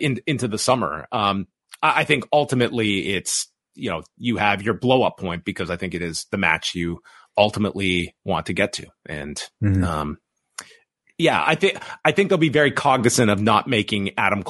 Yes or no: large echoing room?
no